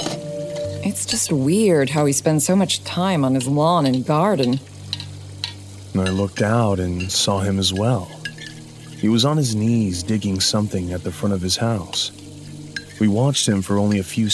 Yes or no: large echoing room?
no